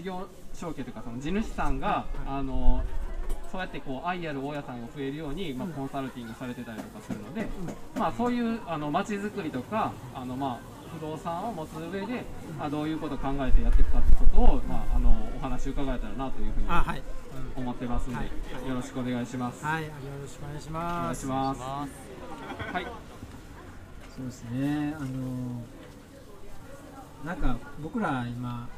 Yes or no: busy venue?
yes